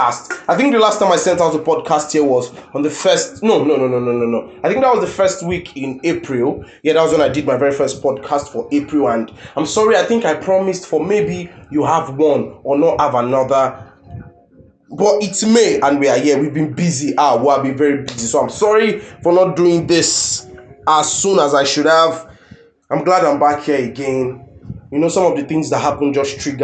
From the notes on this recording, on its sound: Pardon us for the sound.